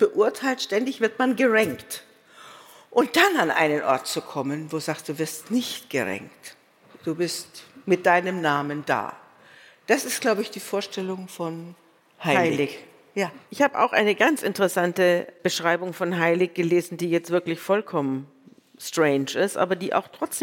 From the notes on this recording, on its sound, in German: Vor dem Publikum unseres Podcast-Festivals.